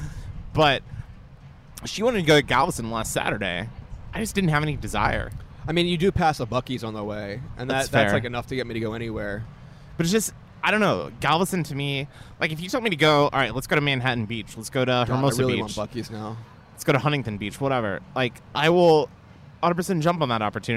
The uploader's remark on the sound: in a live recording at Baileson Brewery